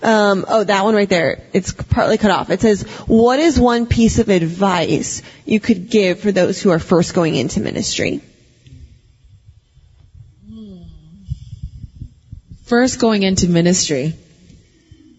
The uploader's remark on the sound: Dive into a live Q&A session. This podcast is one of several workshops from Exponential’s Global 2023 Conference in Orlando.